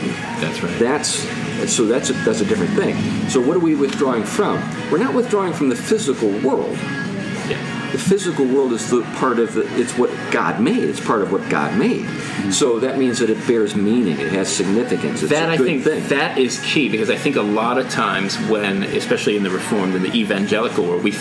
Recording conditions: background noise